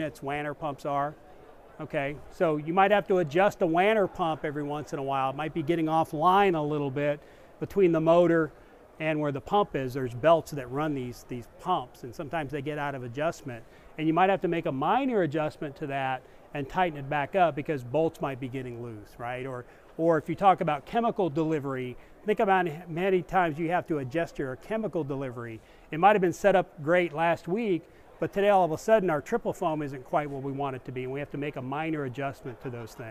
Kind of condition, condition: setting, busy venue